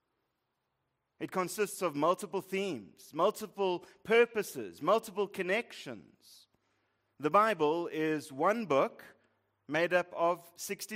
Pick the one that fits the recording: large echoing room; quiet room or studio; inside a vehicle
large echoing room